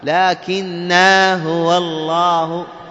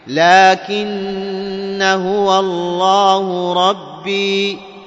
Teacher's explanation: يعني بتشديد النون مع الفتحة · Shown in: second take